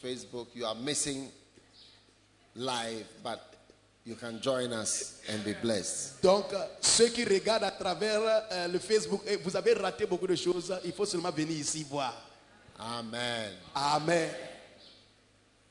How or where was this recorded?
live audience